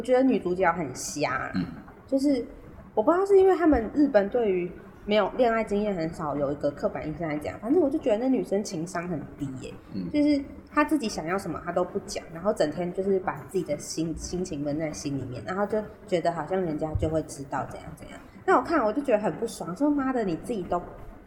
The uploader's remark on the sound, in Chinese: 只能遠端錄音ㄉ窩們音質不太好還請大啊多多包容，窩們會盡快改善ㄉ！